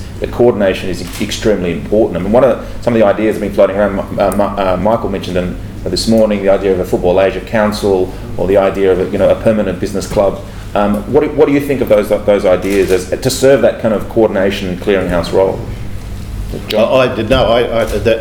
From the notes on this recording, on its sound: The Lowy Institute and the AFC Asian Cup 2015 Australia local organising committee hosted a one-day conference on 23 November 2012. This is a recording of Session 1: Trade and Investment.